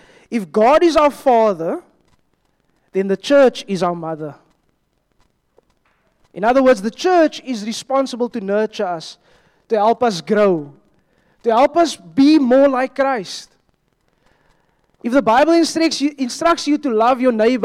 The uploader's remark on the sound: at Joshua Generation Church Wellington AM congregation